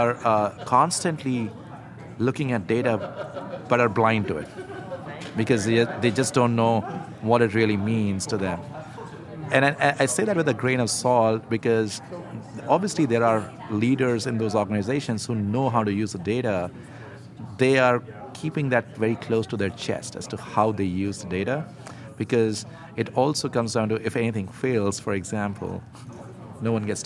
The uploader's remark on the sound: Live from Money 20/20